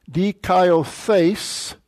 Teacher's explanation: your accent's on your last syllable. That's the ultima.